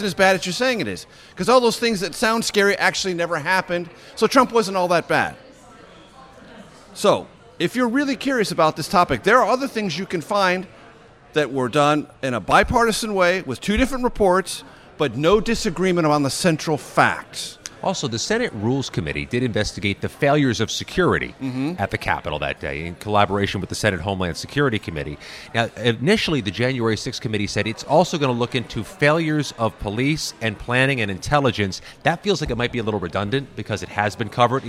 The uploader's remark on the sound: at Chef Geoff's in Washington, DC's West End neighborhood